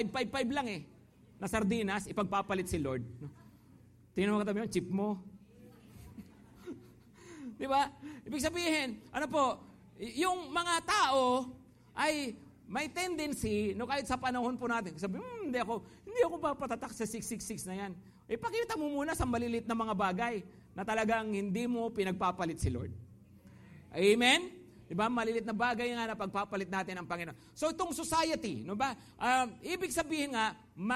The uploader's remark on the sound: Preached last August 20, 2023 at Grace Testament Church's 5pm service.